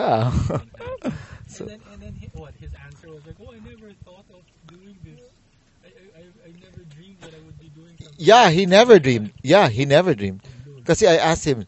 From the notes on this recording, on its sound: This was recorded in the car on the way and back.